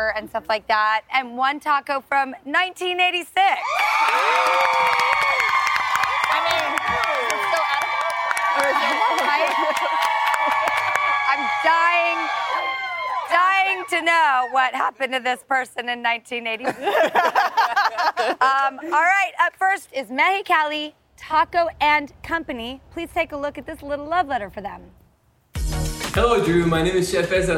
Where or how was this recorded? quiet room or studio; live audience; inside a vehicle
live audience